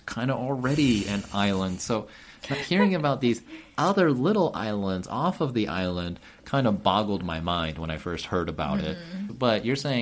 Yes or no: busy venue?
no